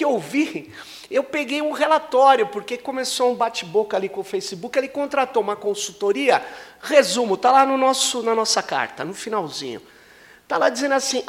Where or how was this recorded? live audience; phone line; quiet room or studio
live audience